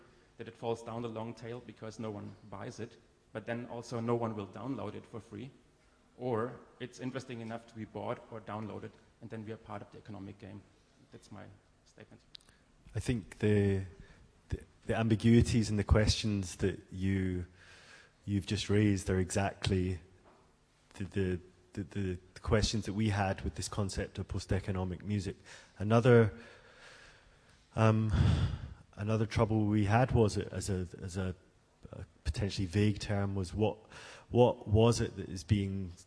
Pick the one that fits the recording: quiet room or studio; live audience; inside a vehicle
live audience